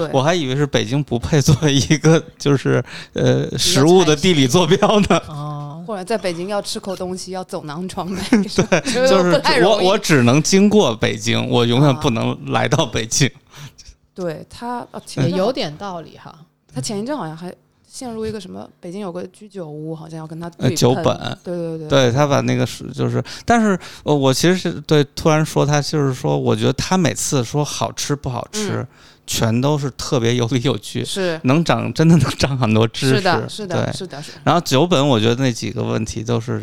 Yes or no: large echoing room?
no